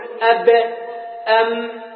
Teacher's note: مثال المتجانس مثل الباء مع الميم، انظر أب أم، من أين يخرج الباء والميم؟ من الشفتين، المخرج واحد